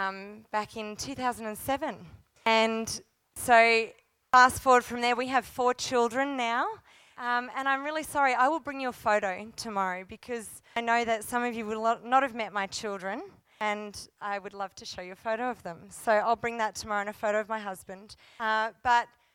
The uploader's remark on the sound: First session from the Divergent Church Radiance Women's Conference 2019